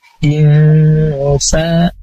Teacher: sa-nya panjang, dua harokat, ada mad tobi'i